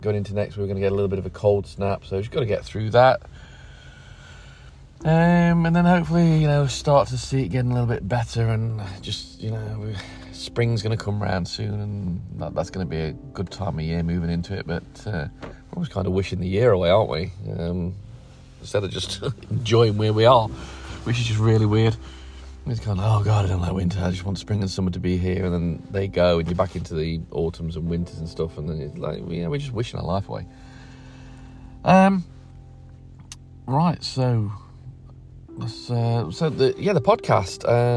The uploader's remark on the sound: Just sitting in the car over 3 days and just chatting